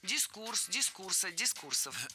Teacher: Ударение ставим на второй слог и оставляем его там во всех формах.